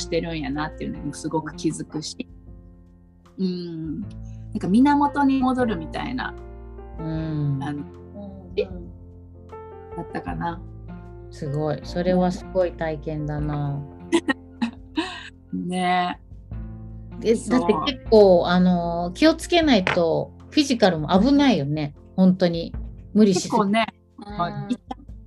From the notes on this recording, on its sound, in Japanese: 3人でリモート収録でお届けします。